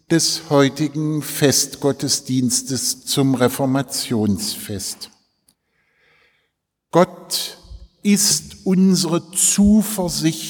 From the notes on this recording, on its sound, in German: im Zentralenreformationsfestgottesdienst in der Detmoler Martin-Luhter-Kirche